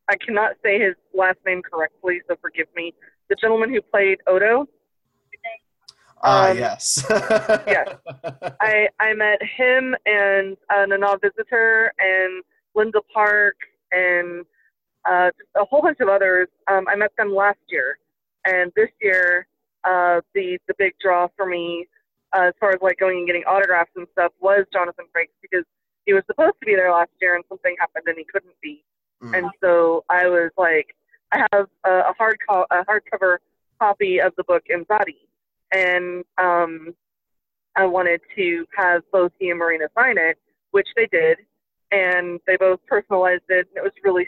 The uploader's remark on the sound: Gets on the phone with three guests who attended this year’s STLV convention.